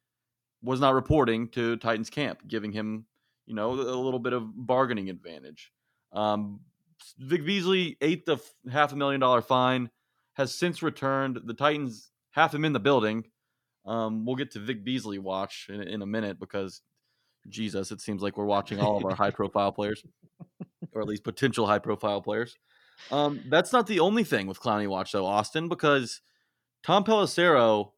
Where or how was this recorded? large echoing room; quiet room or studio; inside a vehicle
quiet room or studio